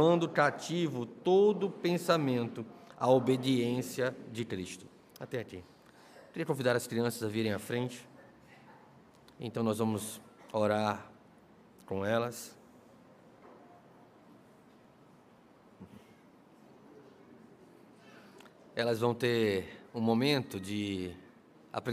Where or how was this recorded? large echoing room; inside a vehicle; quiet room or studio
large echoing room